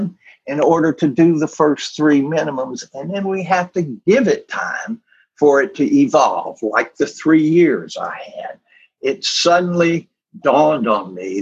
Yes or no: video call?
yes